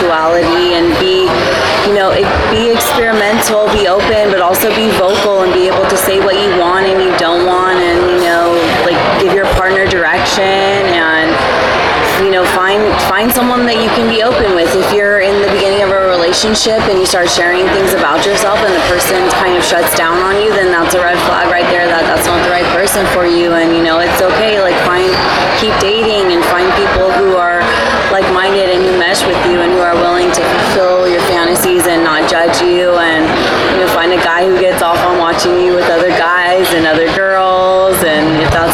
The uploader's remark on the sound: Still on location from Hedonism II Resort in Jamaica, during Young Swingers Week.